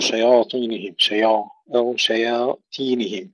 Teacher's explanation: بعضهم يرققون الطاء بعضهم يفخمون الياء وكلاهما خطأ يرقق الياء ويفخم الطاء